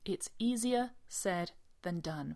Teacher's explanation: the S in easy and easier is pronounced like a Z